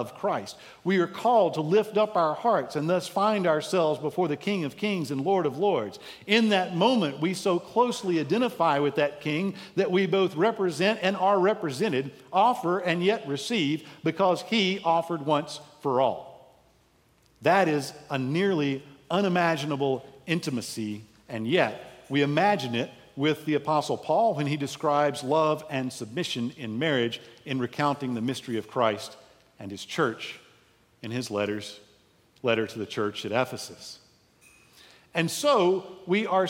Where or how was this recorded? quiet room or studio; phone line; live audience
live audience